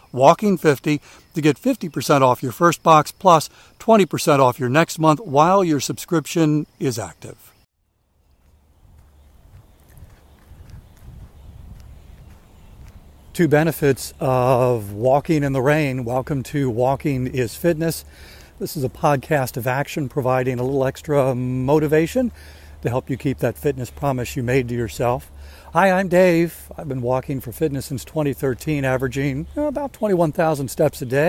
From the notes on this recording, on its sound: waits for the rain to start while he's walking